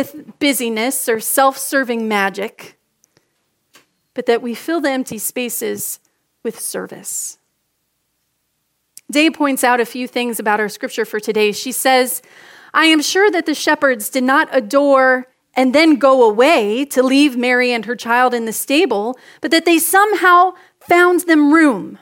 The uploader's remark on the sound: Message delivered during the 6PM Contemporary Christmas Eve Service.